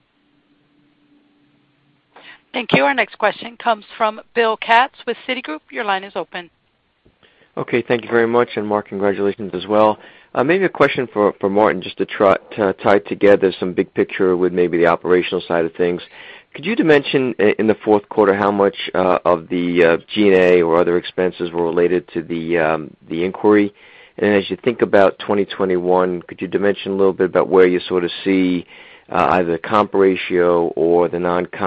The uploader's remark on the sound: Earnings Conference Call.